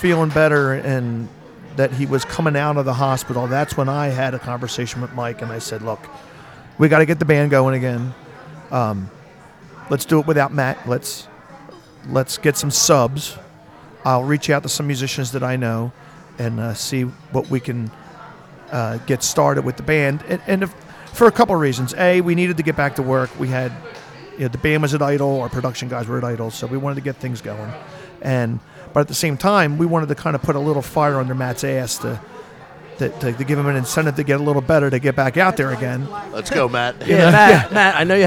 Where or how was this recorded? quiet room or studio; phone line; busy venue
busy venue